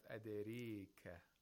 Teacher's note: It sounds in between, it's like a vowel which is in between a fatha and kasra. It's a lot more inclined toward kasra than taqlil. · Term: imala